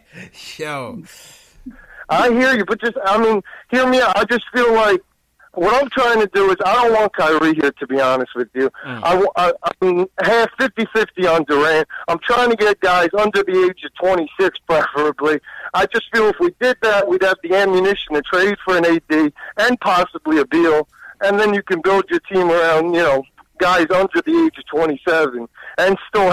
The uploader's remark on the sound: Knicks Post Game Live. Give their takeaways from the game and take live phone calls from fans around the world.